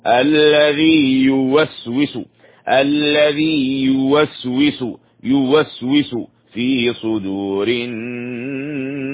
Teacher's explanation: اتفقنا على الغنة في النون لأنها مشددة والمد في صدور الناس